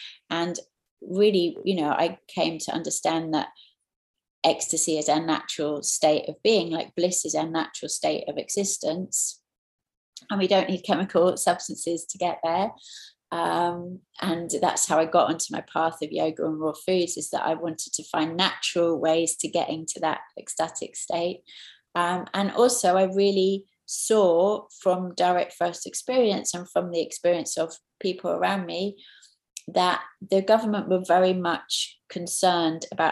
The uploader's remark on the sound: taken from the New Year Online Retreat